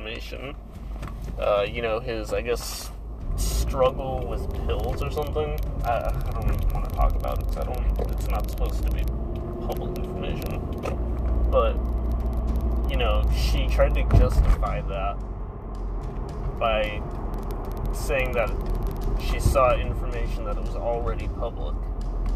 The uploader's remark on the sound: I realized how bad the audio quality is with the car engine in the background.